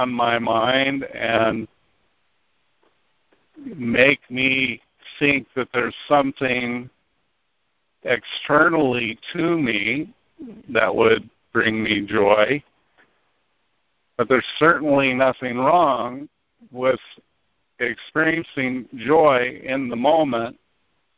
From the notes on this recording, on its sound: ACIM Daily TEXT Conference Call.